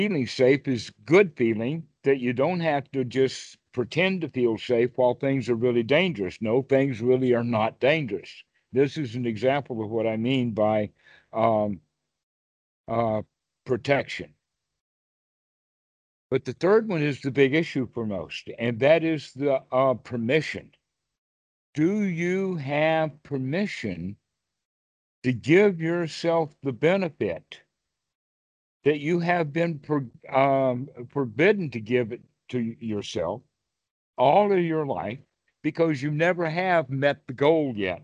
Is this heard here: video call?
yes